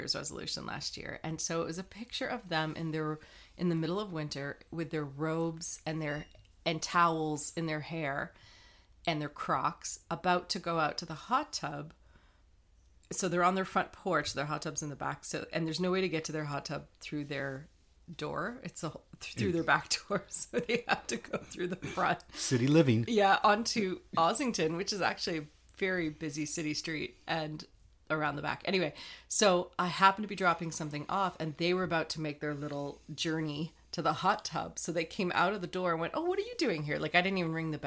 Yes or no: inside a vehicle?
no